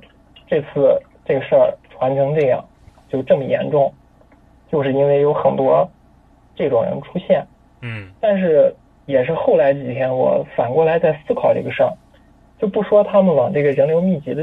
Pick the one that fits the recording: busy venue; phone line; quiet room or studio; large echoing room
phone line